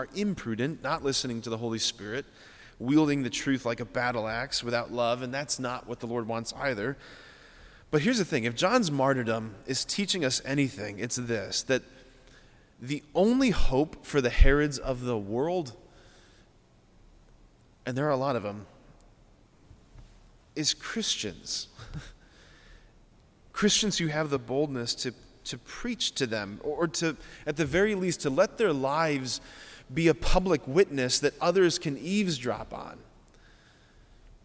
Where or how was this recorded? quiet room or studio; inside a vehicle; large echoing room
large echoing room